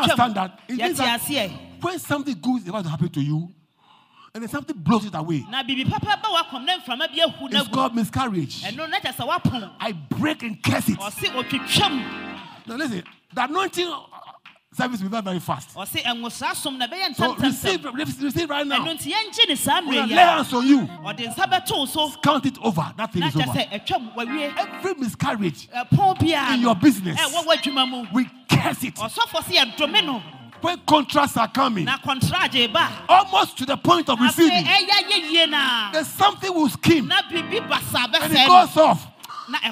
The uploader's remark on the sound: Preached at LCC Goshen